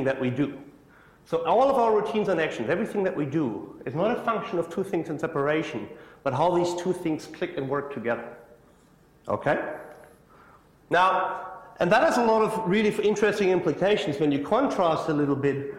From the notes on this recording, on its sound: IFE Lecture, recorded 1 September 2017 at QUT.